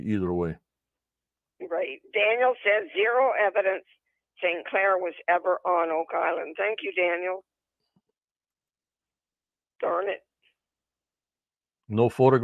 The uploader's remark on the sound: On the phone. In Stream Yard chat.